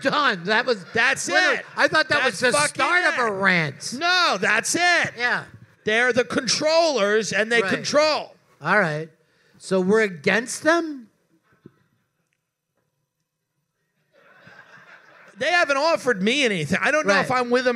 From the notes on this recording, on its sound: This week's episode was recorded LIVE from Moontower Comedy Festival.